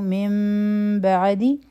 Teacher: نو دلته به اقلاب کو، دا به آواز میم ته بدل شي، مونږ به وایو من بعد، او بیا د میم ساکن اخفا هم ده، نو دوه سیکنډه ټایم به ورکو دلته.